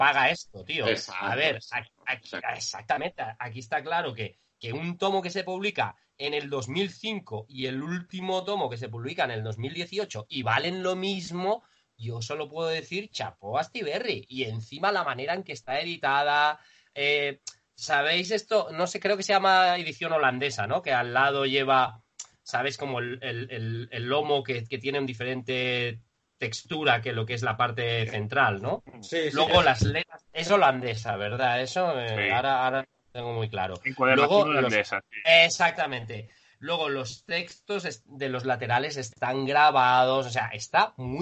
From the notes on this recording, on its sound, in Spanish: Podcast grabado de manera excepcional esperamos online debido a la cuarentena.